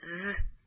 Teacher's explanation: a heavier sound that has more vibration and less airflow